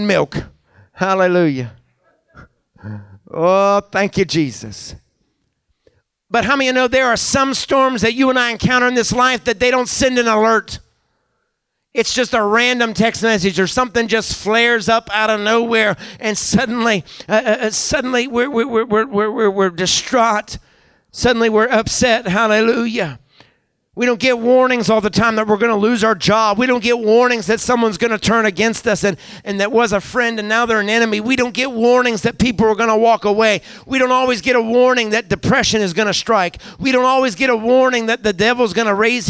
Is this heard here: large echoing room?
yes